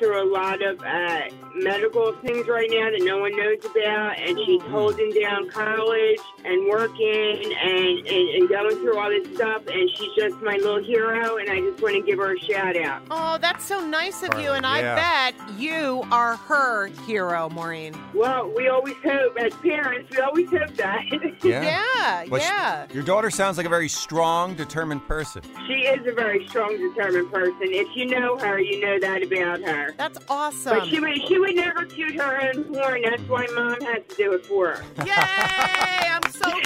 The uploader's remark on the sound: Listeners call in to share their memories.